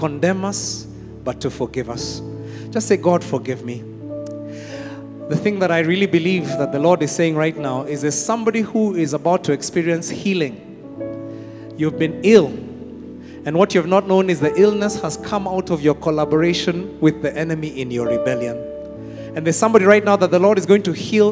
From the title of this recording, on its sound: Preached at Worship Harvest Camp, Kampala